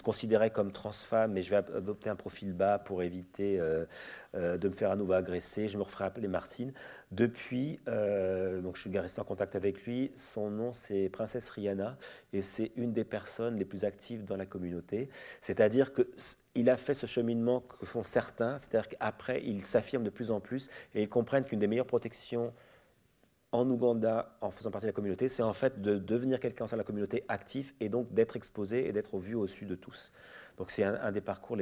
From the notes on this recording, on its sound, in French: Conférence enregistrée le 25 octobre 2023.